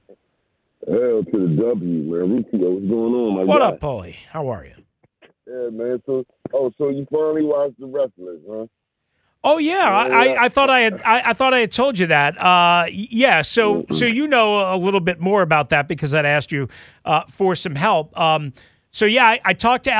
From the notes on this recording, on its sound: Back to the phone lines for your calls